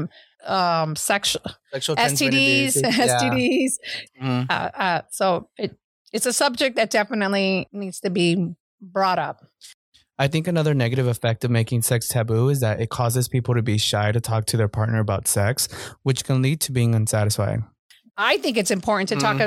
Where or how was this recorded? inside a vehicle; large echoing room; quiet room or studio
quiet room or studio